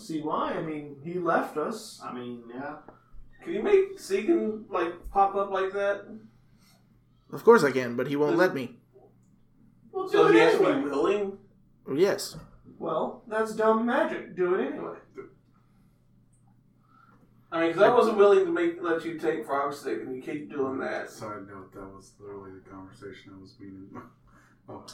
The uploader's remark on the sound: Sorry for the crappy audio this week, we tried a new mic setup that didn't work out.